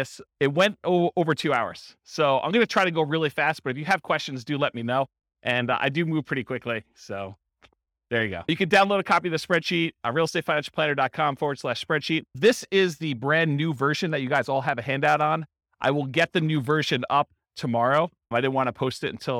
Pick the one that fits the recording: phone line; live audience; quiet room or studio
live audience